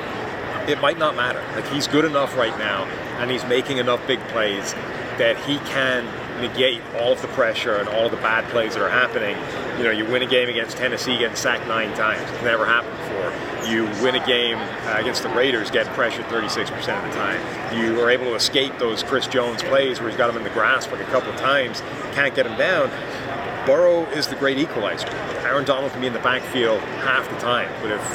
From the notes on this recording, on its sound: Big Game Week live from Radio Row.